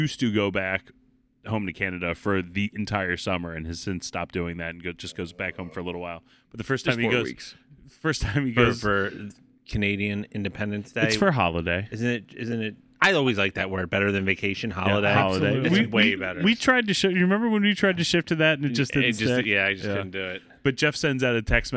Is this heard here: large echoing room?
no